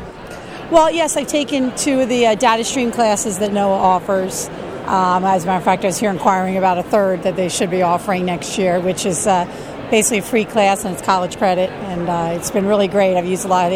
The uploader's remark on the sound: Live from Philadelphia: NOAA's Exhibit Program. This huge convention was an opportunity for NOAA men and women from a variety of backgrounds and expertise to meet face to face with thousands of science teachers. This is the first half of a two-part series recorded live at the event.